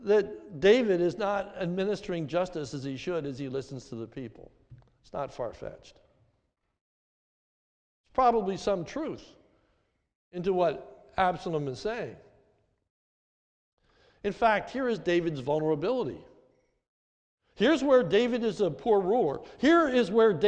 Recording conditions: large echoing room